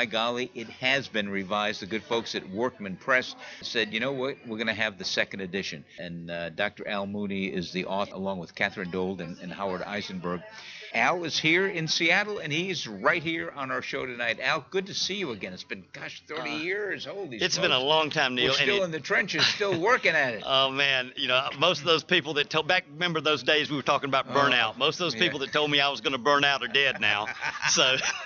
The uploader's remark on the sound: broadcast from the 40th Annual NAADAC Conference in Seattle, WA - September 2014